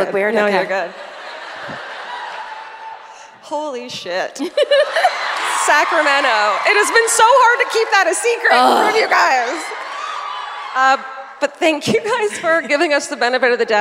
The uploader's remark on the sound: Live at the Community Center Theater in Sacramento